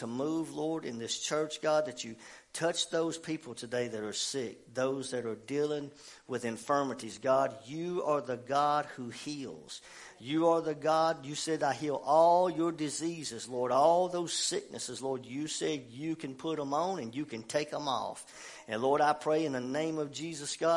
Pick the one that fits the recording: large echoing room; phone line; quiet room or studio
large echoing room